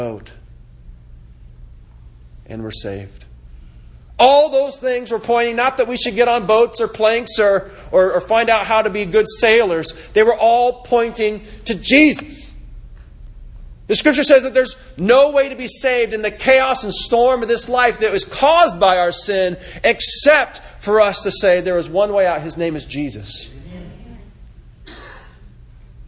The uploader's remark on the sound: This sermon was delivered September 23, 2018 at the Four Oaks Advent Christian Church revival service